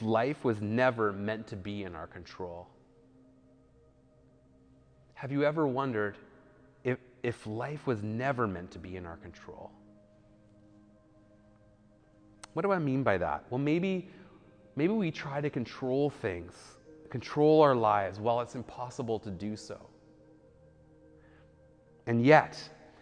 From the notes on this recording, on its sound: speaks at SouthRidge Fellowship, a Langley church